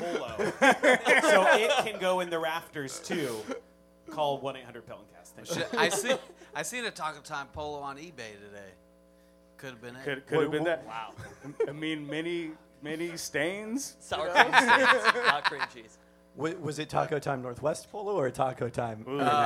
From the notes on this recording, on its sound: During Peltoncast Live Spring 2023